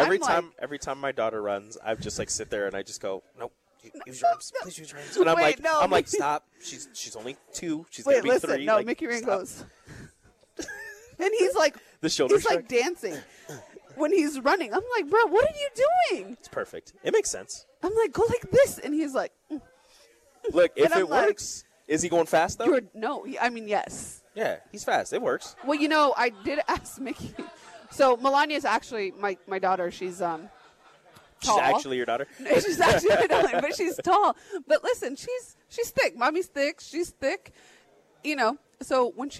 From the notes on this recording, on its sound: Live at Mary Ellen's